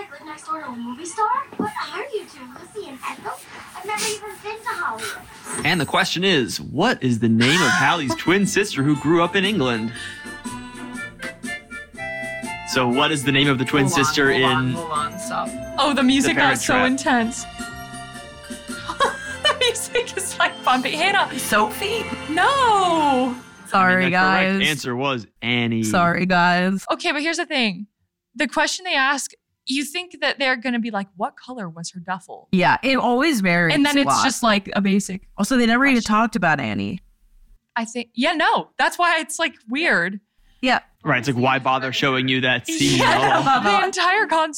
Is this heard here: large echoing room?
no